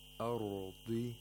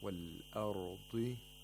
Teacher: the ضَاد has تَفْخِيم at the lowest level because of the كَسْرَة. وَالْأَرْضِ، the root of the tongue is not raised too much.